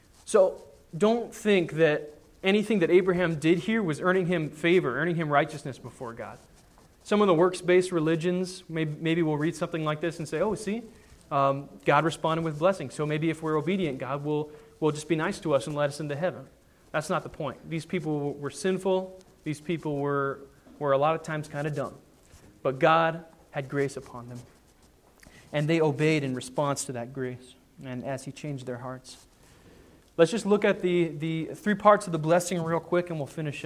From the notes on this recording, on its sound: Sermon preached on Sunday, January 3, 2010 at the Church of the Good Shepherd in Glendora.